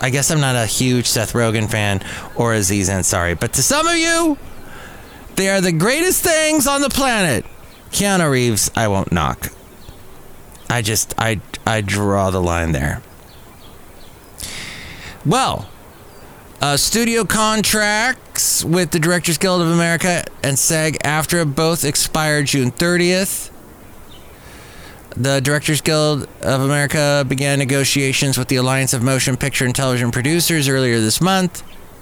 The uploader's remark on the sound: podcasts live from Café Anyway